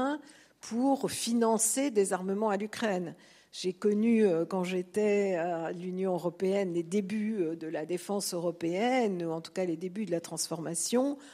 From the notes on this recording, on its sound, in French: Réécoutez la conférence du 17 mai 2023 à l'UCLy